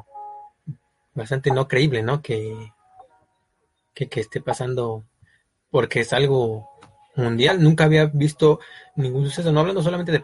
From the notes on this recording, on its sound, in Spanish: Este episodio fue grabado en vivo por facebook live.